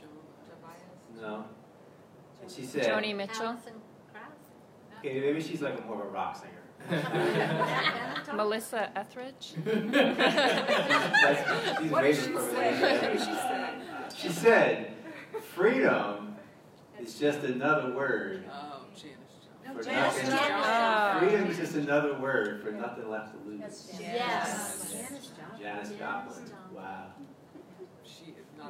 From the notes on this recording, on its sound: This podcast was recorded with a live audience in Atlanta Georgia during a thunderstorm. There was a potent energy in the room.